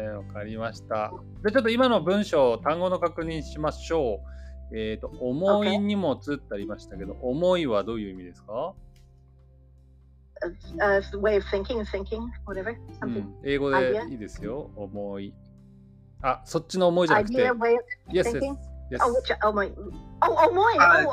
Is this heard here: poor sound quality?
yes